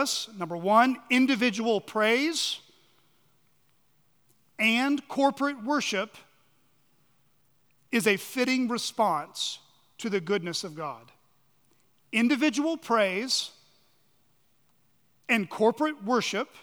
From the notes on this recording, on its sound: On the morning of June 11, 2023, at Chaffee Crossing Baptist Church in Barling, AR.